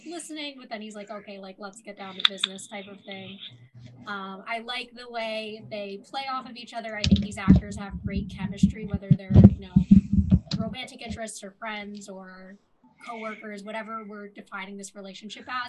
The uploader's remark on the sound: Also, we just got new microphones and the audio is a little wonky in this one.